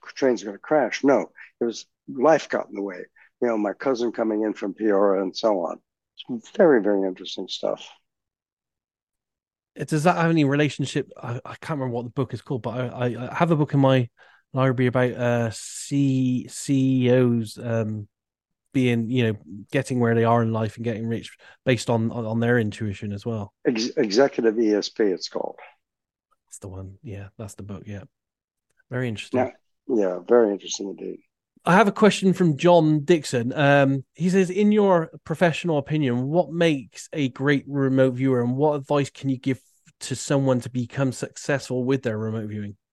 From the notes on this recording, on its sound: This community Zoom discussion.